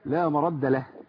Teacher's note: عند الوقف يبقى احنا ايه هنجرد الهاء من الضمه ومن الصله